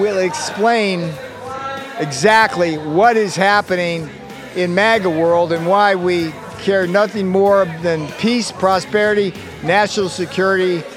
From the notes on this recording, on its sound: Live From ReAwaken America Tour